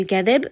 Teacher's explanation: ba is going to be a qalqala when we end here on sukun.